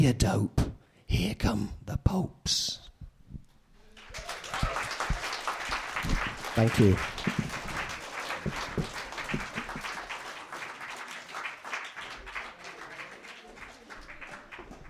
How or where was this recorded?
live audience